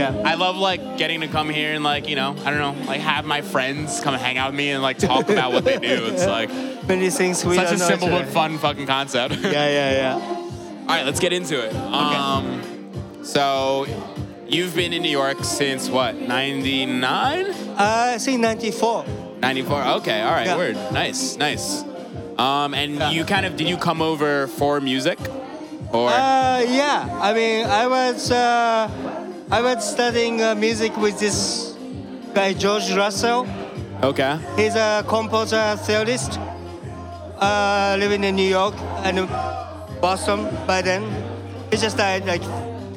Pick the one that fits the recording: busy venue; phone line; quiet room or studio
busy venue